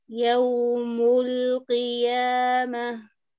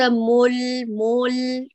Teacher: أتم الضمة وإلى اللام انتقلي مباشرة دون تمطيط وإدخال · Shown in: first take